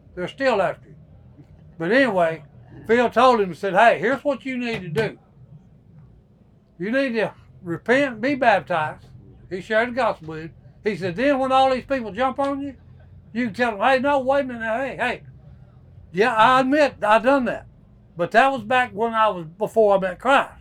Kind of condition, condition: setting, busy venue